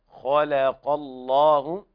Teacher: واللام في لفظ الجلالة حكمها التفخيم لأن قبلها مفتوح، كما أخبر الإمام الحافظ ابن الجزري قال وفخم اللام من اسم الله عن فتح أو ضم كعبد الله، وقال بعضهم وفخمت في الله واللهم للكل بعد فتحة أو ضمة، وهذا متفق عليه لدى القراء.